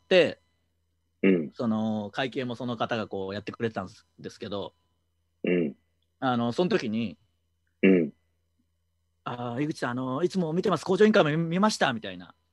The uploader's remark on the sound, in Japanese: 状況を鑑みて、大事をとって久しぶりのZoom収録です。